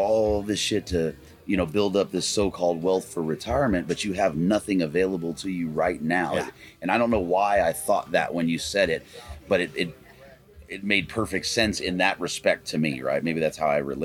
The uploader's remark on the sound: Mountain Archery Fest live episode. Live from Mountain Archery Fest.